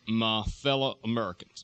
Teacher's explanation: The Southwest Texas dialect is one that definitely has, in a sense, a throaty resonance focus.